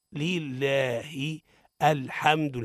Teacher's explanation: وبينا الكسرة لله، شددنا اللام الثانية بينا لها الفتحة لله، وبينا اعتناهما الطبيعي لله الحمد لله.